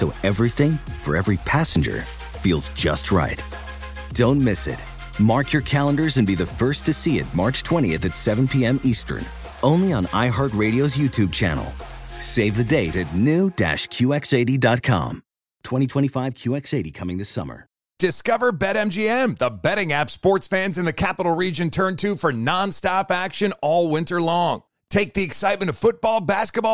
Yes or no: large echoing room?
no